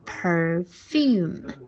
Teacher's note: 注意 perfume，重音在后面啊